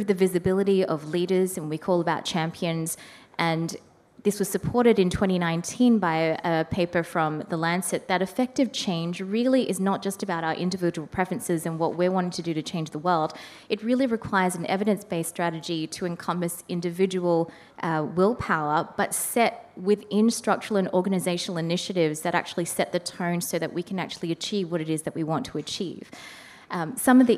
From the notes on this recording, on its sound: Recorded live in Florence, Italy, at the 2023 AECOS Europe Symposium.